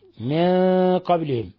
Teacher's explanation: فرعون والذين من قبلهم، لاحظوا، لاحظ أخي المشاهد أختي المشاهدة، النون الساكنة جاء بعد حرف القاف، الحكم التجويدي إخفاء حقيقي، من قبلهم. ونلاحظ تفخيم الغنة لأن القاف من الحروف المفخمة